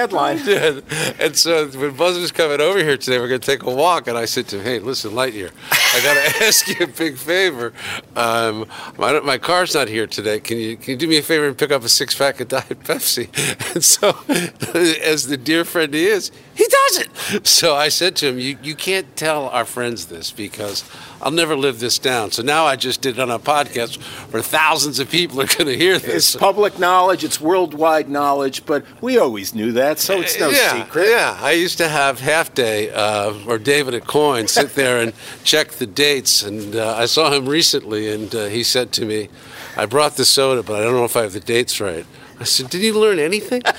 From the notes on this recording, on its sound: Takin A Walk in Milton Massachusetts